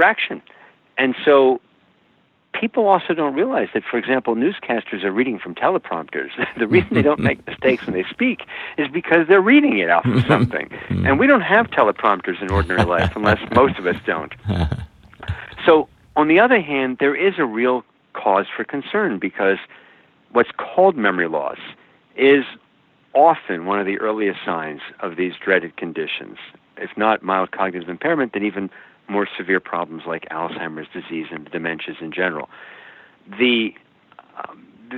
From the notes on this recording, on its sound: Welcoming via internet phone to The Not Old Better Show.